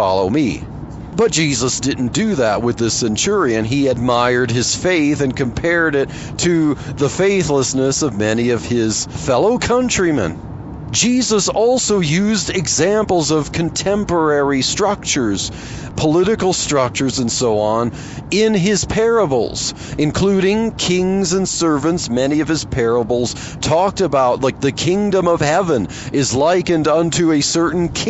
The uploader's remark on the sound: while driving to work